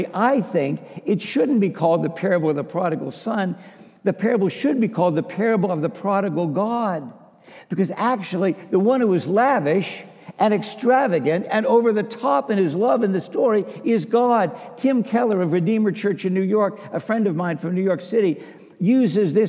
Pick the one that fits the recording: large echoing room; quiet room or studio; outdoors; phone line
large echoing room